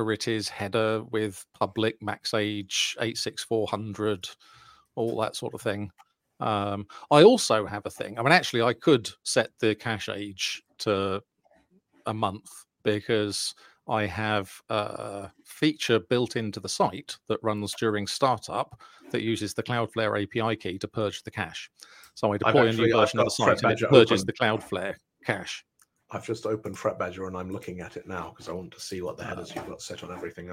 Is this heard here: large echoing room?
no